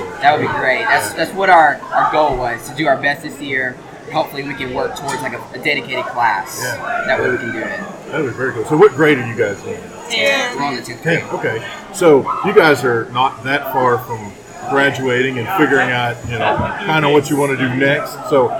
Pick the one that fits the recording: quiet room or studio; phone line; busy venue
busy venue